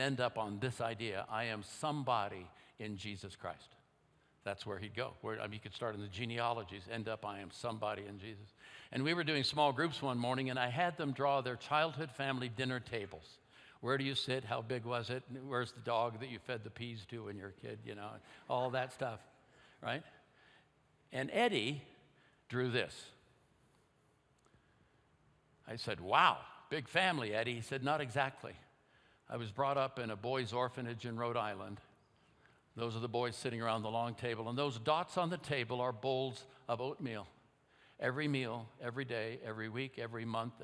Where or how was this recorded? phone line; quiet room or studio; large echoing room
large echoing room